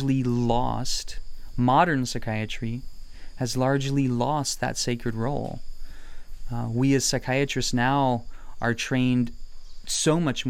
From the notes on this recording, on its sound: In this podcast recorded in the Amazon rainforest.